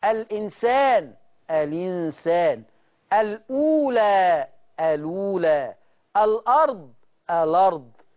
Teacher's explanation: كانت اللام ساكنة في حفص، لكن أنت يا شيخ قلت الأرض فتحت اللام · Term: نقل